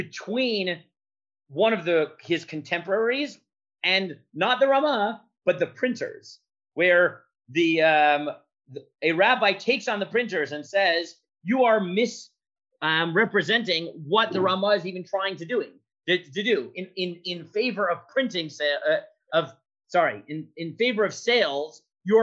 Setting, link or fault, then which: link, video call